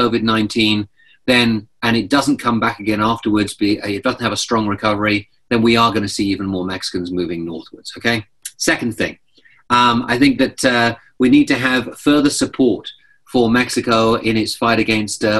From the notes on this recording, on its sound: This presentation and interview are taken from a briefing we conducted over zoom